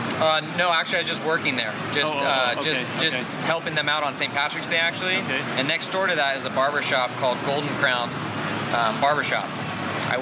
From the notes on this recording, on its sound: during the Winter 2017 NAMM show in California